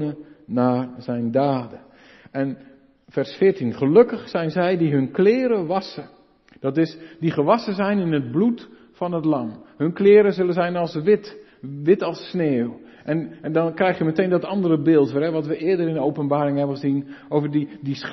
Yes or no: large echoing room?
yes